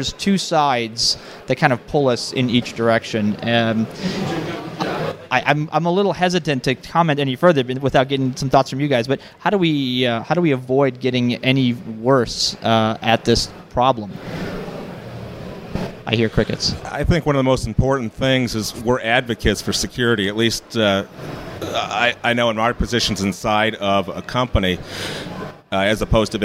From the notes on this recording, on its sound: Backstage at THOTCON 0x3. I was listening to some of the conversations and talks being given at Chicago's very own THOTCON 0x3.